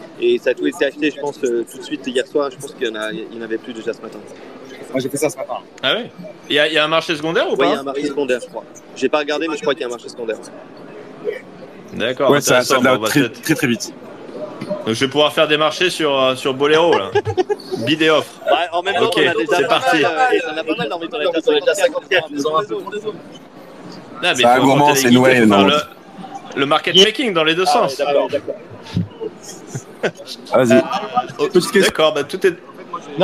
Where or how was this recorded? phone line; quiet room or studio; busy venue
busy venue